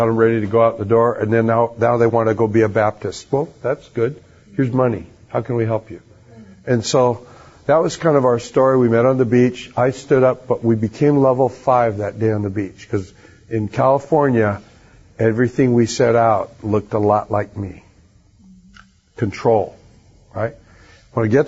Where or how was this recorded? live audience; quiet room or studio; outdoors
live audience